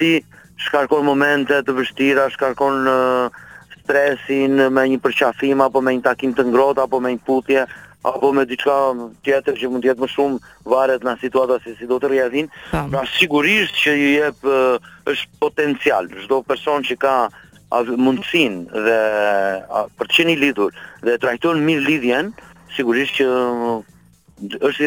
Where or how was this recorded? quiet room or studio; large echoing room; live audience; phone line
phone line